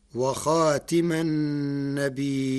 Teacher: قرأ ورش كلمة خاتم بكسر التاء فتصير وخاتم النبيين